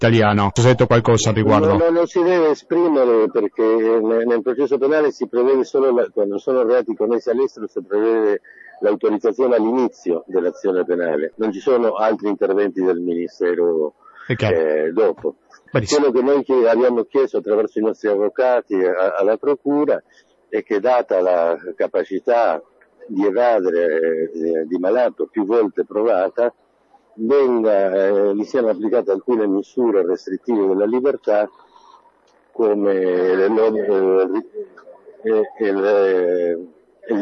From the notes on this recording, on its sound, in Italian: Lo racconta al telefono dalla Capitale